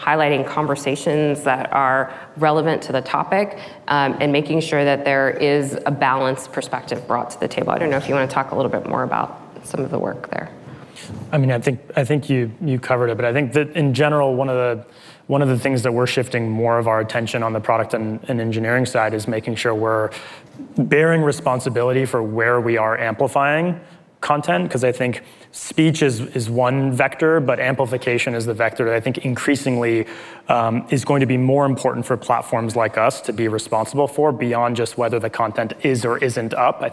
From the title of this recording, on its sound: Live at Code 2019